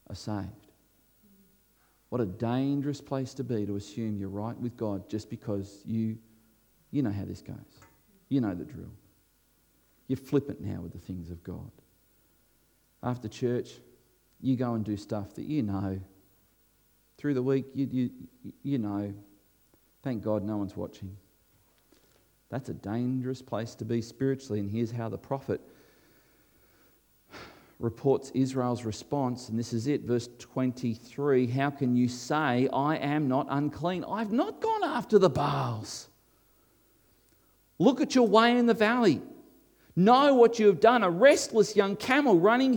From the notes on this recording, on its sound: This was recorded before a live audience